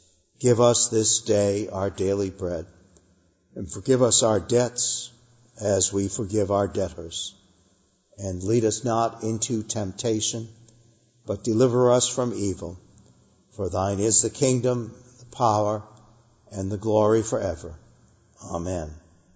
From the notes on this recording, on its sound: Our worship service at the Old First Church in Bennington, Vermont, March 15, 2021